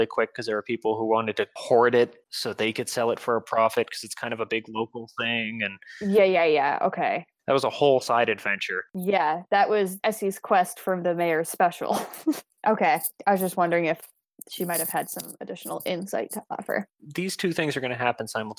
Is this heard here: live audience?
no